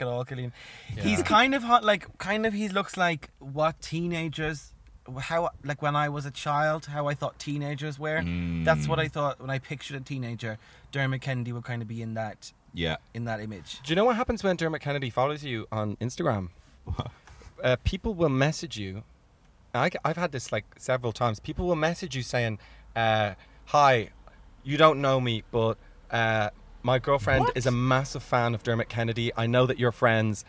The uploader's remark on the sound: recording live from Toyota Aygo X!